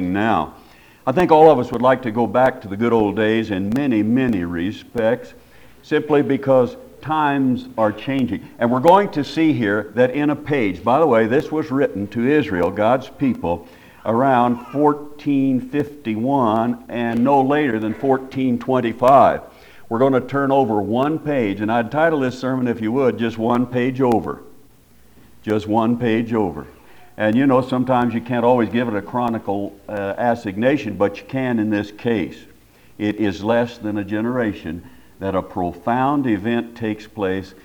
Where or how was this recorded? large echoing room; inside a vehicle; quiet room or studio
large echoing room